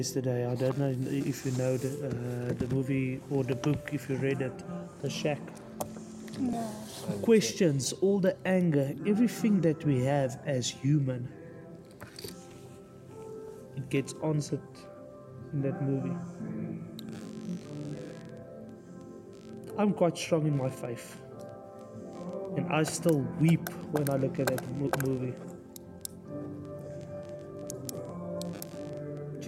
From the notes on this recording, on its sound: We apologize for the background noise, we are doing our best to improve it in future episodes for YOU.